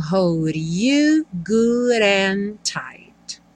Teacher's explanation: novamente, hold e good, os Ds viraram rarara